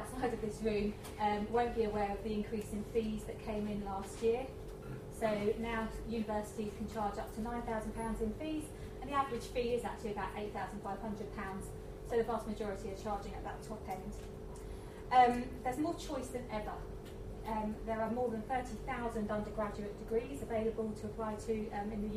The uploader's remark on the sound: A lunchtime lecture